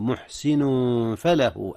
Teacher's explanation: أخفي التنوين محسن فله قبل الفاء إذ هي من حروف الإخفاء